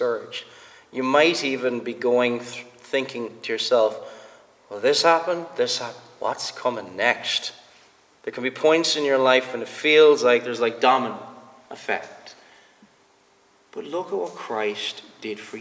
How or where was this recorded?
large echoing room